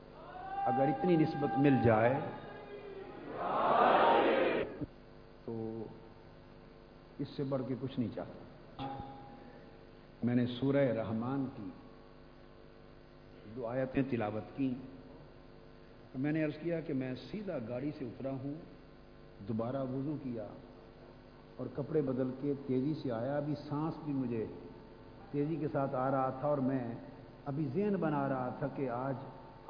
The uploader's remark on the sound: Speech delivered in historical Shahadat-e-Imam Hussain Conference (Jamiat-ul-Muntazar)